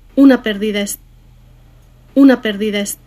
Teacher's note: この una は随分はっきりとアクセントがかかっていますね。